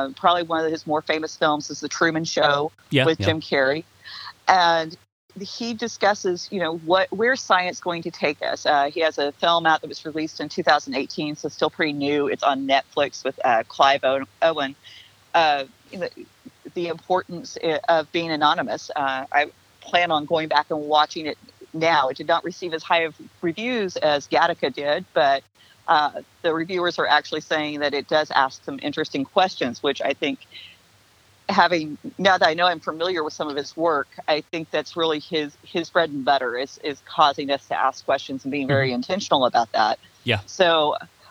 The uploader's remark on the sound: Had to record this last minute over the phone, so here audio quality is a little less than ideal. There are some times when you can hear some of the birds and bugs that live near her house.